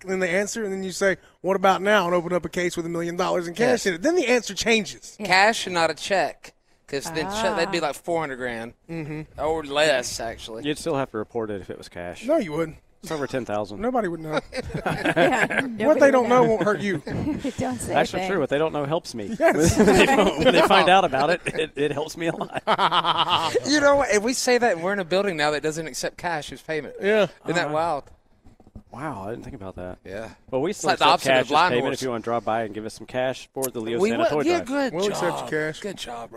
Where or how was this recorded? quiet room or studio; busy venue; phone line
busy venue